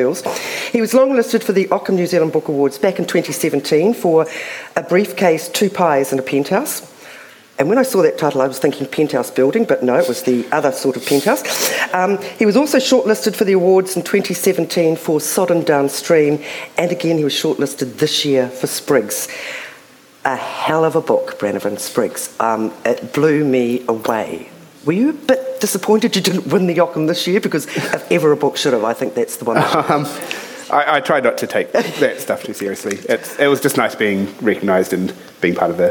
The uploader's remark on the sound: Speaking at the 2021 Marlborough Book Festival